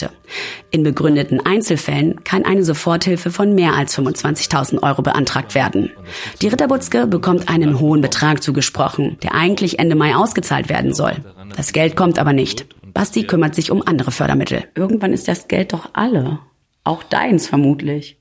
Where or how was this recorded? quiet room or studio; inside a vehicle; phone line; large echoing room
quiet room or studio